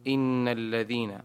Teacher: والحكم التجويدي في إن، نون مشددة حكمها الغنة